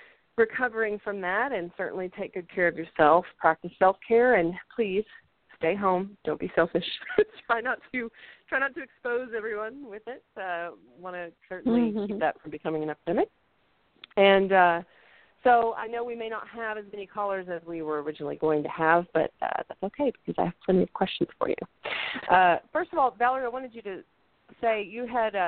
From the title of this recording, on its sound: A Call-In Show